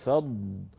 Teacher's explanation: ونخرج كل حرف من مخرجه مصحوبا بكامل صفاته، الفاء مرققة فاء الضاد مفخمة مطبقة مستعلية